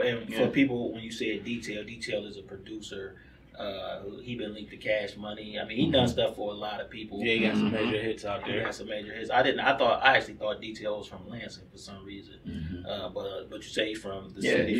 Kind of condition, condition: fault, echo